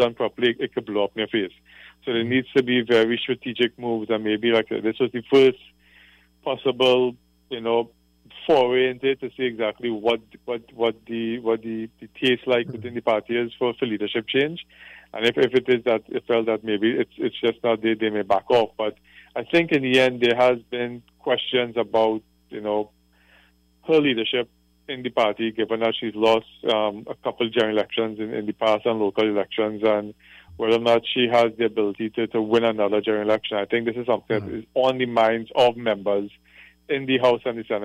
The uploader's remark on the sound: During this hour we take calls from our audience